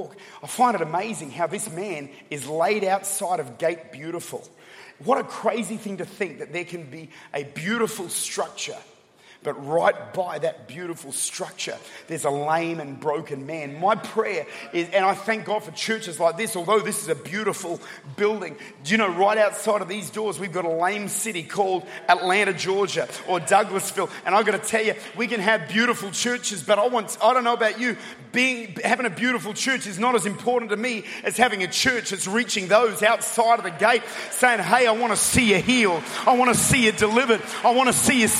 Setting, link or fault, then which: setting, large echoing room